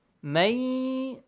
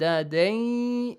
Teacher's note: The nun is merged into ya. It has a ya sound. · Term: idgham